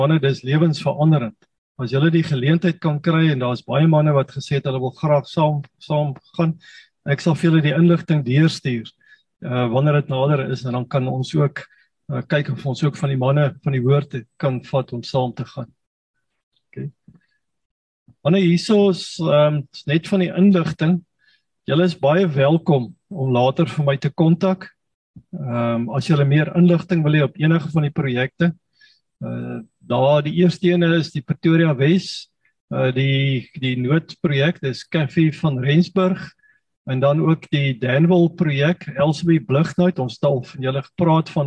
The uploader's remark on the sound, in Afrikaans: Manne van die Woord Zoom Byeenkoms 25 Januarie 2022